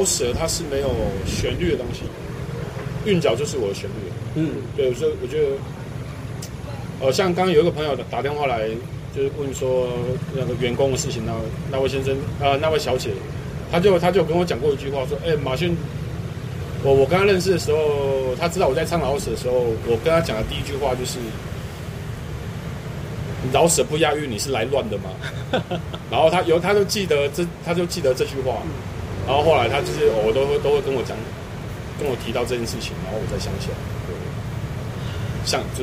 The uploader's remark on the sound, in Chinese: 錄音地點：台南 牽咖啡。